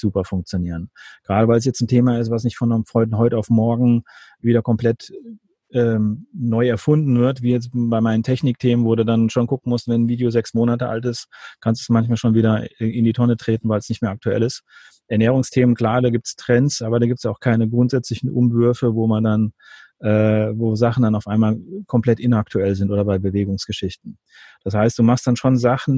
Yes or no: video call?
yes